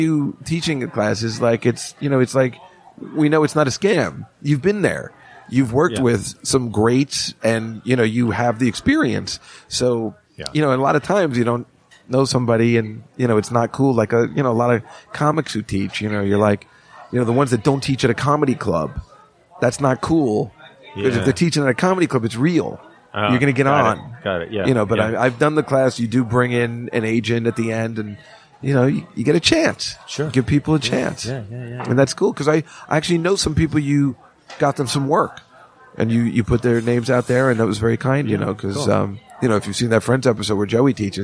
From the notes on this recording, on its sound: Live From the Comedy Cellar.